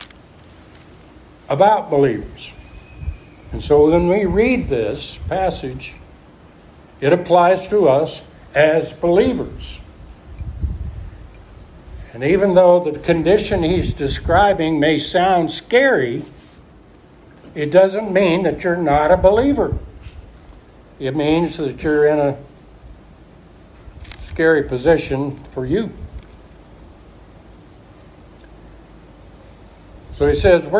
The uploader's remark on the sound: Alpha Ministries is a Recovery church. Preached at Church in the Woods.